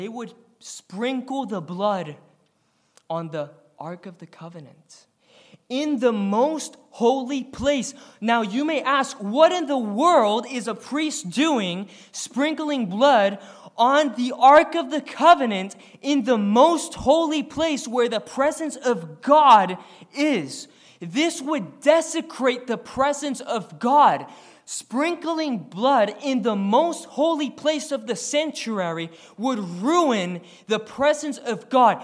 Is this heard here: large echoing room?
yes